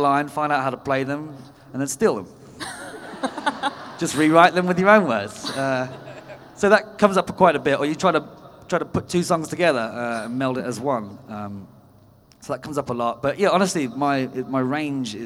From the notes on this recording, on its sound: Live from LeakyCon 2019: Dallas. Answers audience questions!